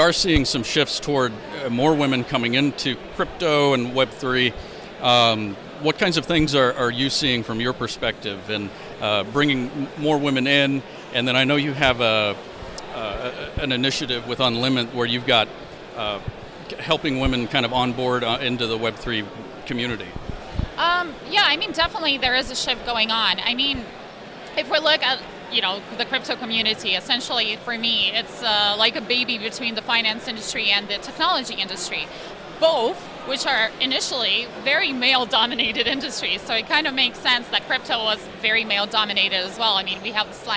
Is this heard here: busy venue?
yes